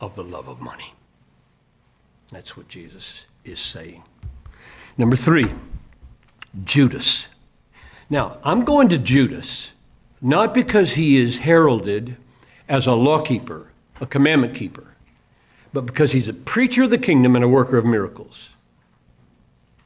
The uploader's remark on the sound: delivered this message at a chapel for Crossway Books.